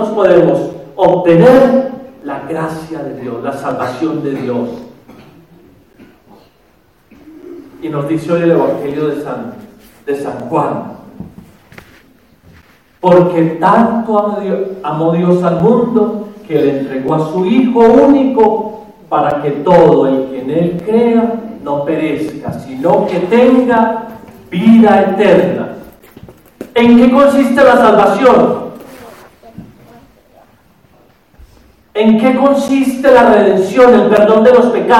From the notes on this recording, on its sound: The audio files are Sunday mass homilies from Our Lady of Purification Church (Spanish) in Dona Ana, N.M.